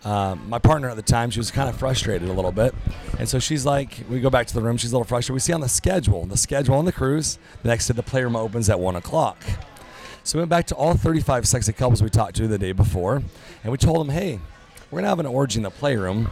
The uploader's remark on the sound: Join us on location, on board the Bliss Cruise.